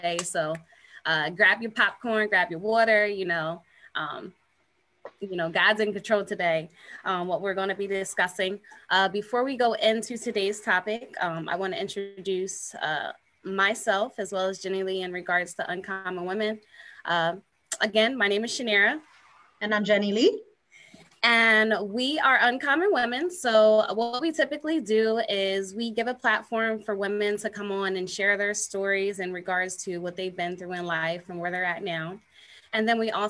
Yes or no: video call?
yes